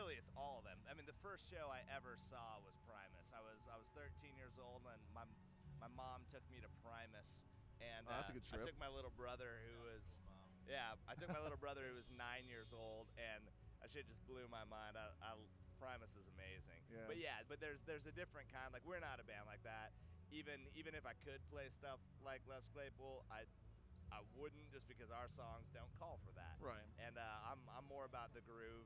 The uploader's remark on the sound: while backstage in the semi-luxurious confines at Bonnaroo Music and Arts Festival